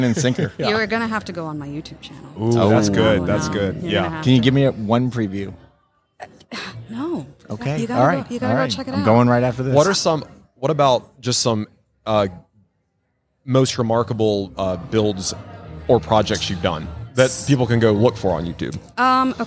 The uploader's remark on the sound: LIVE from HAVEN 2022.